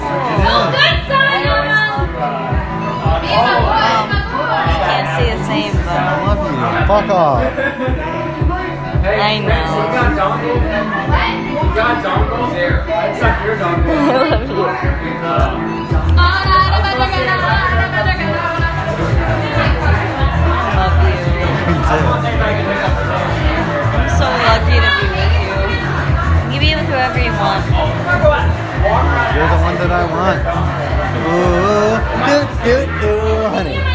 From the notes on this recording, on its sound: Chicago House Party. Over an hour of audio of the party of a coworker of mine.